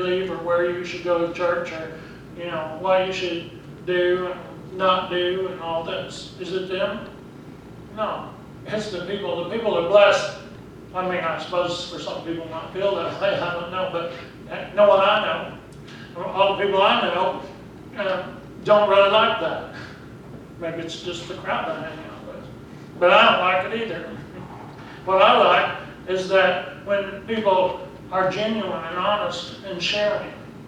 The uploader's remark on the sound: Preached at Briensburg UMC on October 6, 2019